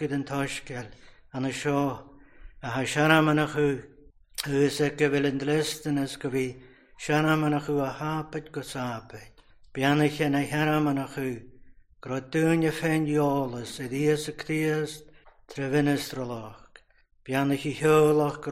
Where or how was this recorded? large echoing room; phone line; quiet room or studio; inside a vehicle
large echoing room